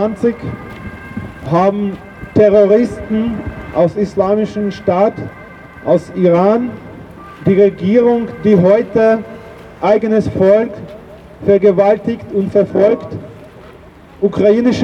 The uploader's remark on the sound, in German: Kundgebung in Wien. Unbearbeitete Aufnahme der Reden auf der Kundgebung. Rund 50 Personen erinnerten am 8.1.2024 bei der Wiener Staatsoper.